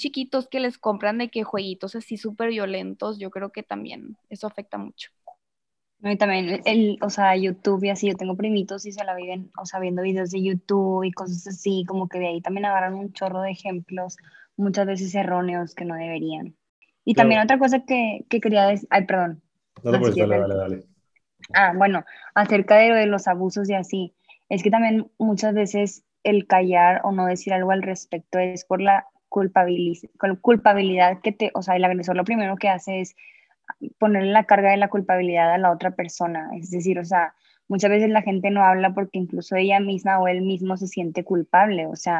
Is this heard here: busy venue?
no